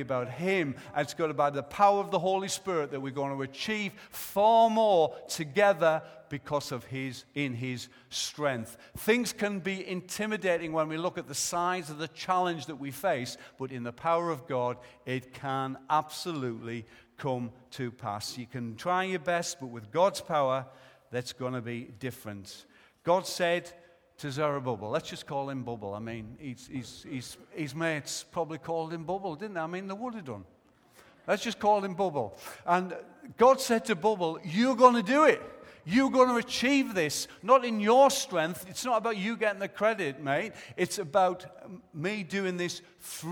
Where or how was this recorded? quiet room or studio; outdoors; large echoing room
large echoing room